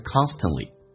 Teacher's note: 当它是非实义词汇的时候， l 这个发音叫做 o，就变成 you'reconstantly。那么这边这个单词 t 跟 l 组合在一起的时候， t 通常是不发音的